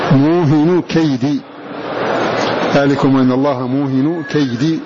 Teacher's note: وحفص يقرأ بسكون الواو وتخفيف الهاء وحذف التنوين وخفض دال كيد، موهن كيدي، ذلكم أن الله موهن كيدي، موهن كيد الكافرين.